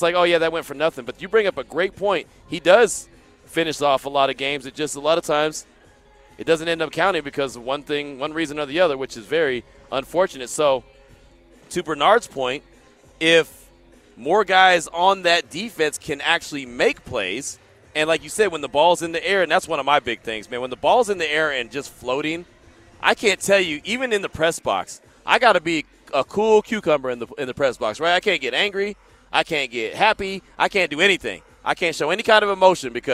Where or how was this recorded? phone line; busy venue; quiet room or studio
busy venue